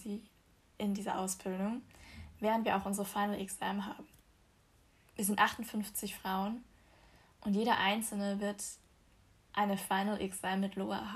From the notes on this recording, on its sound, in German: Normalerweise hätte ich die Aufnahme vielleicht nochmal gemacht, weil ich vergessen habe, meine Benachrichtigungen am PC auszuschalten und sie im Hintergrund zu hören sind. Normalerweise hätte ich mir auch vielleicht erstmal ein gescheites Mikrofon besorgt, statt einfach mein Handy für die Aufnahme zu nehmen.